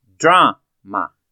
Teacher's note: na pronúncia, a sílaba tônica dela é a primeira